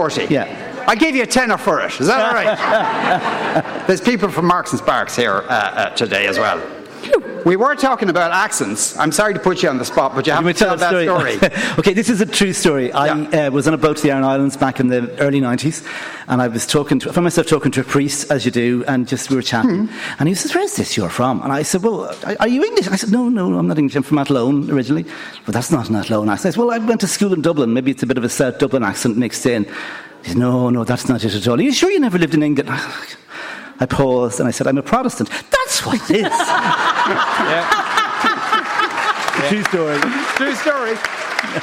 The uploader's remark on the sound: Live from Lawlors Hotel in Naas with thanks to Marks and Spencer part of Newstalks Summer Tour.